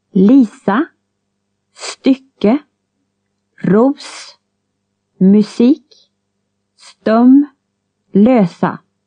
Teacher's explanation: S is always unvoiced S, as in the English word loss, and never voiced Z, as in the word please.